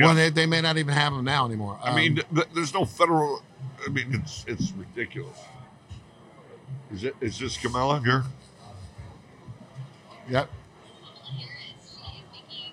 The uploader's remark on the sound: at the NECANN cannabis conference in Boston, MA